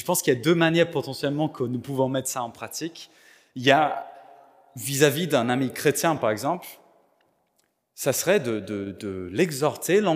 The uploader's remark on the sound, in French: Enregistré à l'église CVV, le 10/04/2022